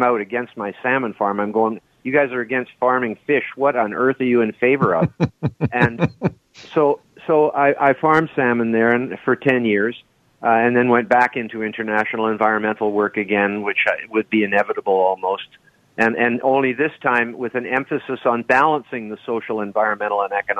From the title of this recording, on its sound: Open Phones